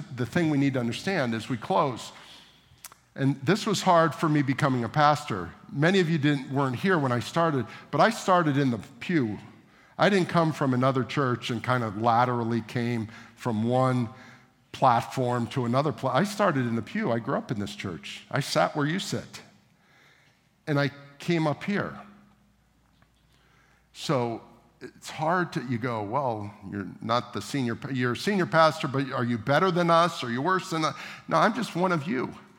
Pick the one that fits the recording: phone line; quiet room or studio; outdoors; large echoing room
large echoing room